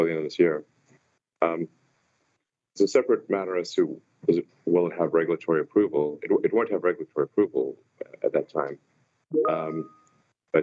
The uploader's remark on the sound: Earnings Conference Call